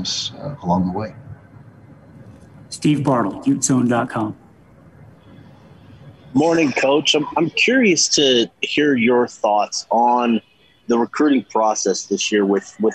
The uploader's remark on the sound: Weekly Press Conference